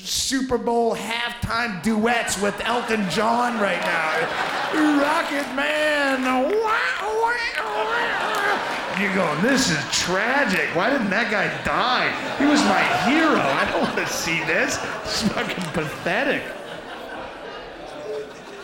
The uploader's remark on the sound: Taped live at the Gotham Comedy Club